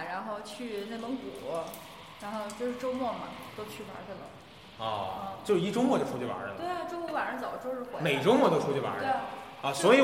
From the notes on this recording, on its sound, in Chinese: 周年聚餐的茶余饭后。本期节目音质渣渣，不时伴有汽车和女人闲聊等噪音。